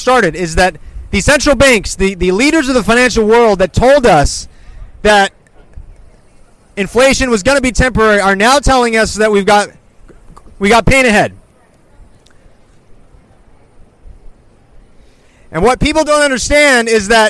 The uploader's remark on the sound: Speaking live at Hollywood and Highland